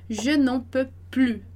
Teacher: a gente não vai pronunciar o S nesse caso